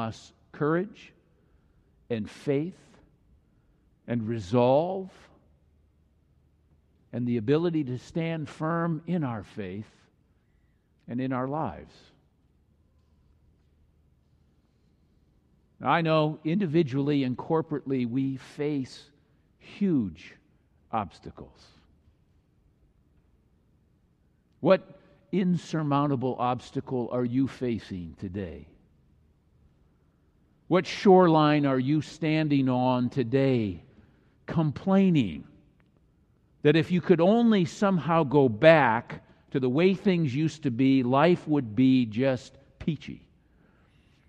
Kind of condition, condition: setting, large echoing room